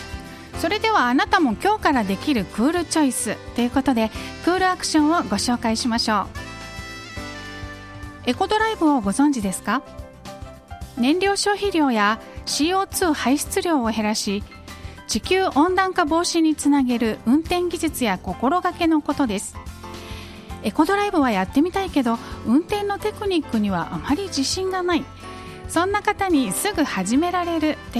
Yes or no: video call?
no